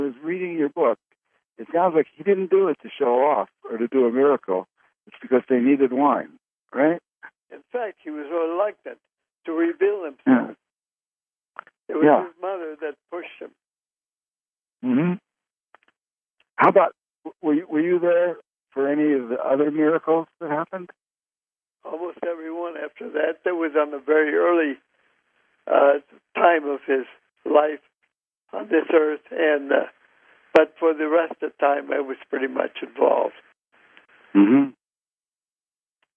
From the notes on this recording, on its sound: Conference Call LIVE